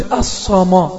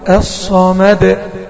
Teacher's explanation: الميم مفتوحه ماشي بس انا عاوزها مرققه · Shown in: second take